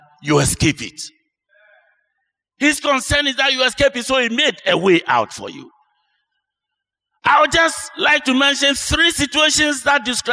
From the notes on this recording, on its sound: Sermon preached at CBC Shiashie Campus